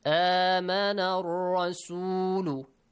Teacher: Then the letter? Ra. It has a heavy sound because it has a fatha.